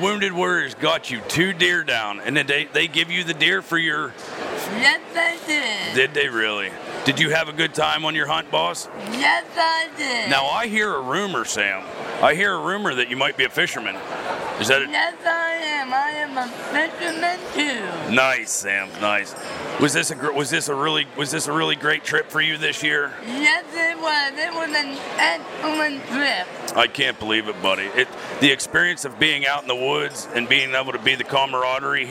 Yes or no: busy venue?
yes